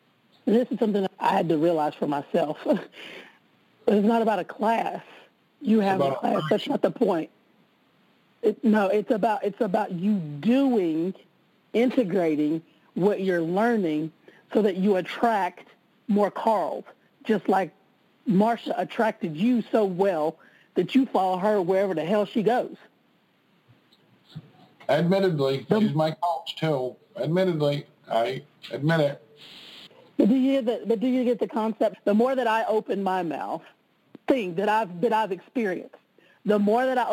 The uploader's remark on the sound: conference-call based classes